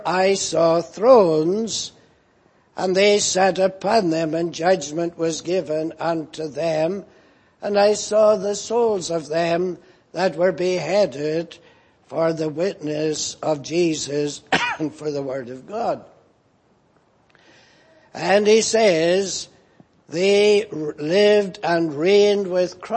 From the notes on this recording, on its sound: Preached in Grafton. At the Lord's Day Morning service on 28th July, 2019.